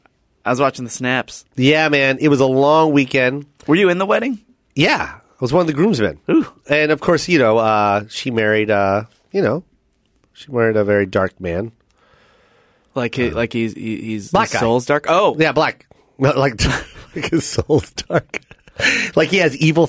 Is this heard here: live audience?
no